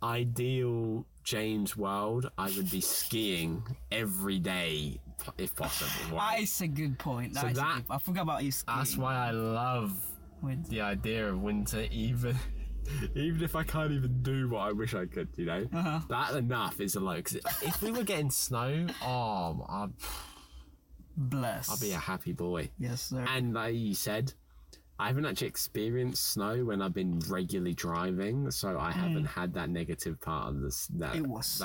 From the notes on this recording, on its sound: APOLOGIES FOR THE AUDIO QUALITY